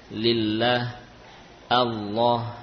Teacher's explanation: Yakni membaca lam namun ada sisipan huruf wawu misalkan Allah atau menggantinya bahkan Allah, ya. Lam tipis dan tebal, letak makhrajnya tidak berubah, ya. Lillah, Allah, sama-sama dari tepi lidah yang menempel pada gusi